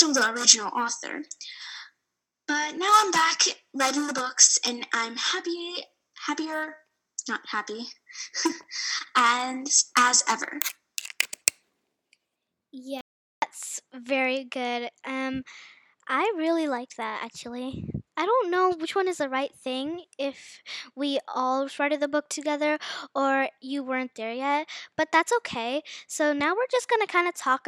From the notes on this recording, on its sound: Sorry if the mic quality is bad because we're just beginners.